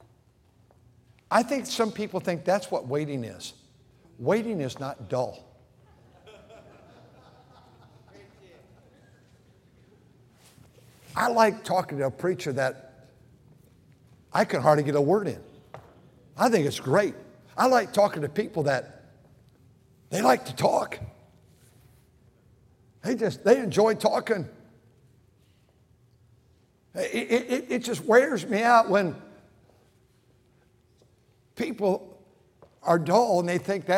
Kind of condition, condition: setting, large echoing room